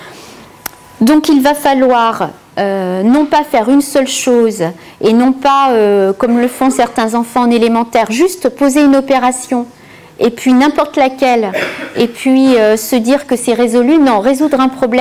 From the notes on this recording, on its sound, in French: Extrait de la conférence